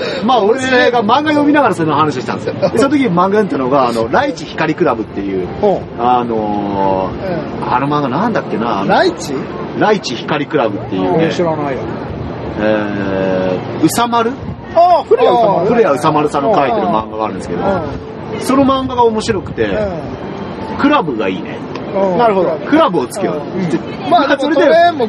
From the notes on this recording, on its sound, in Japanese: 今回屋外収録のため、風音がうるさい部分があります。